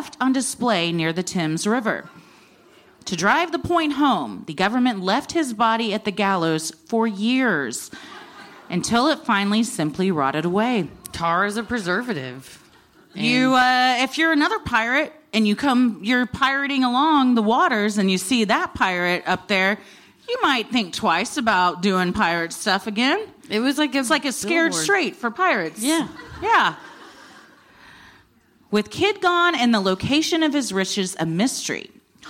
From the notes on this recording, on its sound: Recorded live at City Winery in NYC